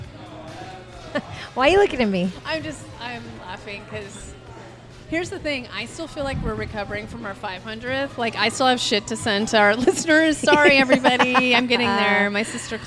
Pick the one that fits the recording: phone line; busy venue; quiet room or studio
busy venue